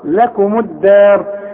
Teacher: يبقى الدال والالف هنرققهم